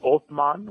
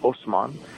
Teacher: And originally in Arabic, it's Othman, which is with a TH sound. But Turkish people can't pronounce TH, so they say S instead. So his name was Osman.